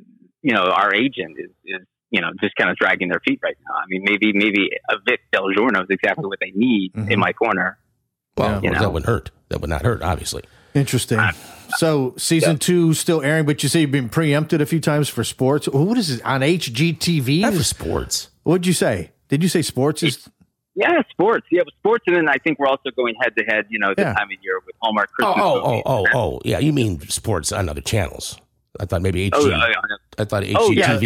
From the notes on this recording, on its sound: Candid Phone calls